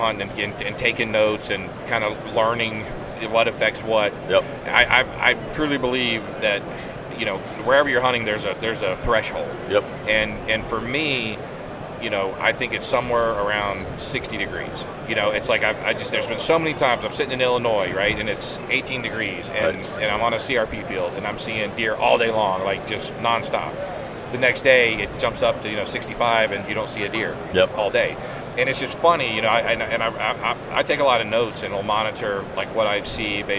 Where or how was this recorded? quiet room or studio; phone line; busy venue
busy venue